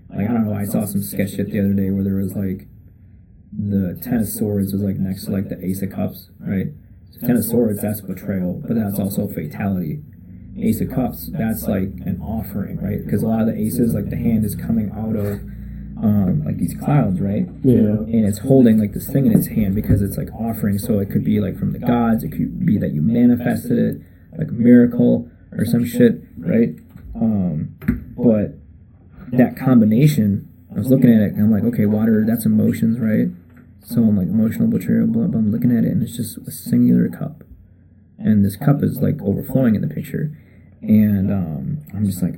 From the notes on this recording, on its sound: First off, the audio is not the greatest. Our first guest with the new mic setup was definetely a learning experience.